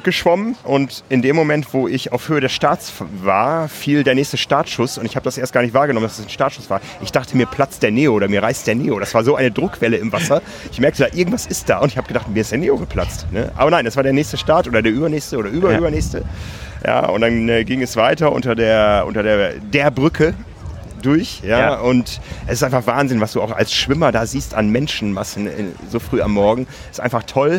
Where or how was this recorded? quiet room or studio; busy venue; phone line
busy venue